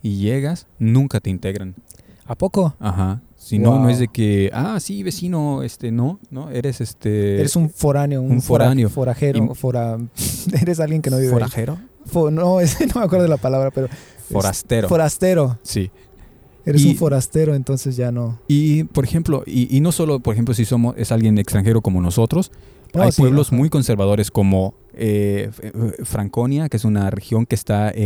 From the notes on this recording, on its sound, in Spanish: Este episodio lo grabamos al aire libre, en el centro de Berlín frente a las oficinas del nuevo canciller Olaf Scholz, así que una disculpa por el ruido del fondo.